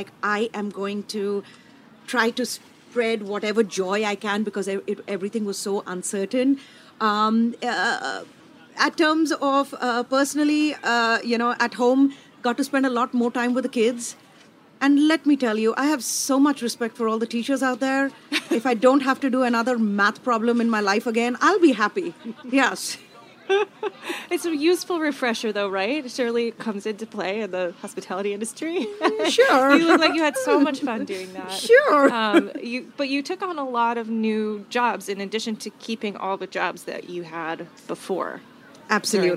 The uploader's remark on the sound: Charleston Wine + Food 2022. Stops by the HRN tent in the culinary village.